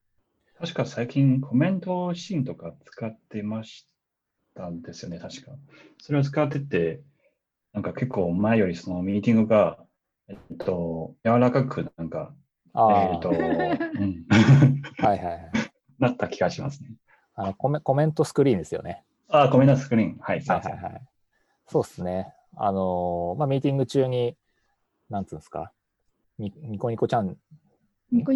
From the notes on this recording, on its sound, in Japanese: 久々収録で初リモート収録